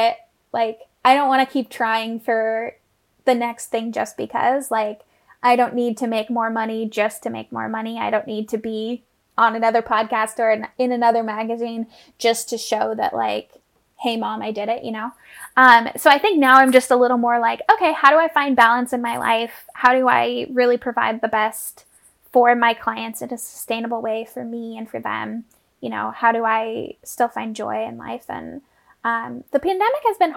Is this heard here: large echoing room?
no